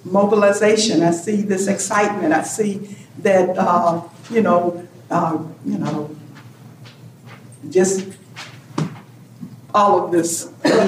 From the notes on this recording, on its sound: This special episode (Part 2) continues a panel discussion at the first-ever Rural Women’s Summit, presented by the National Rural Assembly.